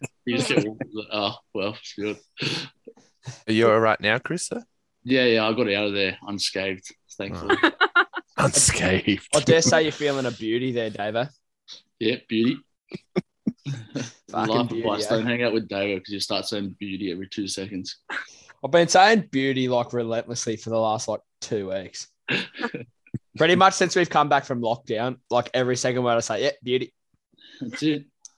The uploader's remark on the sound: Reminiscing and opening the Zoom up to the world.